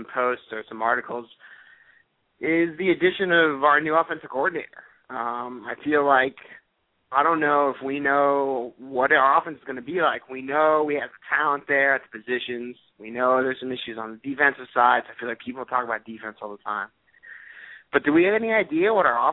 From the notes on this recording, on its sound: call in show with CaneSport subscribers and Canes fans throughout the world